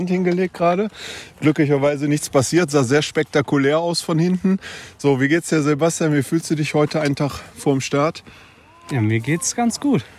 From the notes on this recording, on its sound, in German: Unsere Teams sind in Nauders angekommen. Mit Mikrofon und Aufnahmegerät unterwegs und war auf Stimmenfang.